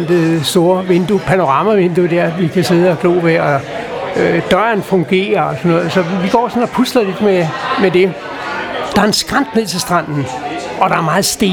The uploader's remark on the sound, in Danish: Optaget på Axelborg Bodega, København.